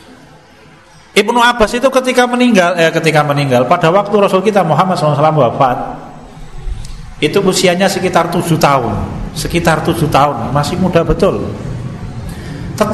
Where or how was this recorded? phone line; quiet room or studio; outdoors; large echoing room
large echoing room